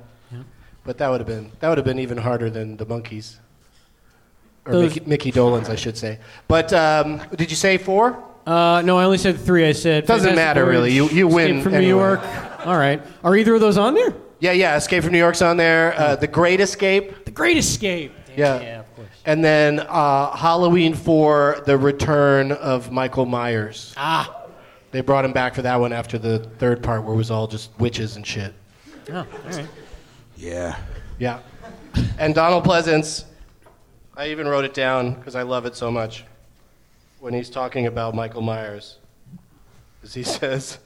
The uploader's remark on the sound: Live from Helium Comedy Club in St.